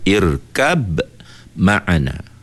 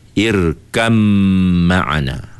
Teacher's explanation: kalau kita baca tak sambung dia macam tu, irkab ma'ana. Tapi kalau kita sambung dia baca irkam ma'ana. · Term: idgham al-mutajanisain